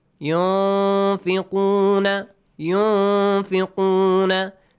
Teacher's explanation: The ghunna sound, the nasal sound comes, okay? We produce the nasal sound and we hide the sound of noon. · Nun shouldn't be pronounced clearly. We should hide the sound of nun. Why? Because of the rule ikhfa.